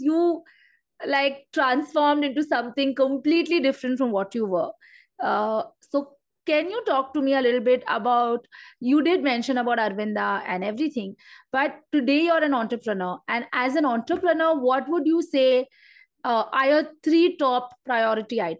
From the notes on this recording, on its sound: Instagram Live